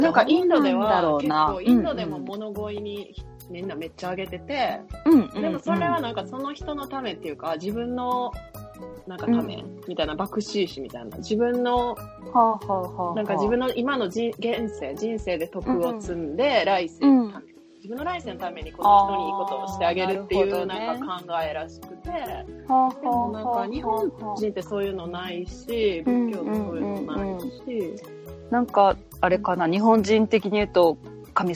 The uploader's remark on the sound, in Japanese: オンライン収録の為、音声が乱れたり聞き取りにくい箇所が多々あります。